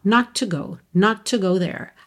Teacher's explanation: você já reparou também que esse not to, quando eu estou falando numa frase, isso se junta, esses dois T's viram um T só